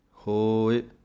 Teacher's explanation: ਹਾਹੇ ਦੇ ਹੋੜੇ ਨੂੰ ਲੰਮਾ ਬੋਲਣਾ ਹੈ, ਈੜੀ ਸਿਹਾਰੀ ਦੀ ਆਵਾਜ਼ ਥੋੜ੍ਹੀ ਕੱਢਣੀ ਹੈ